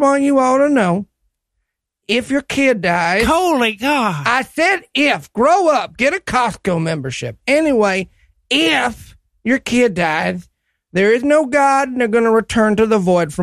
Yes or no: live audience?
no